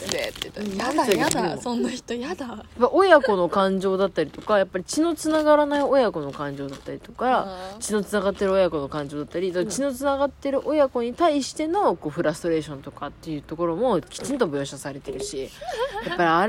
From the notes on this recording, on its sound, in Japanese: 外で収録していますが、意外と静かですね。